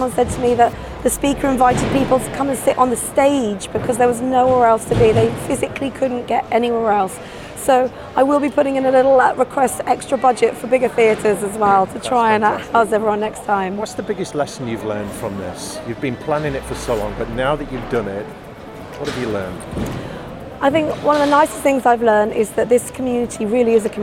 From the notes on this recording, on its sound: Live from Europe's Biggest Event 'Accountex'. A series of live interviews from Accountex 2022 in London. AIBN were the official broadcast partners of the event.